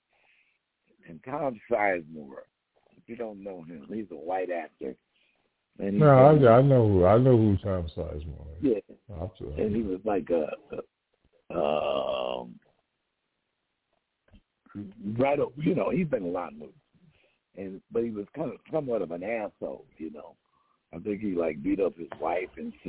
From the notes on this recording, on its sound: TALK RADIO TONIGHT! LIVE CALL.